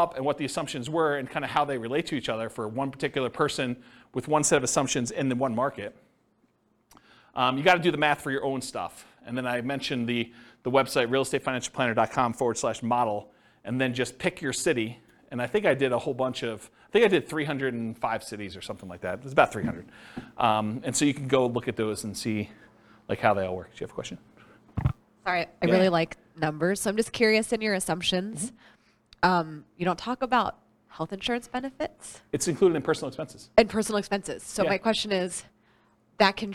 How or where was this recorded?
live audience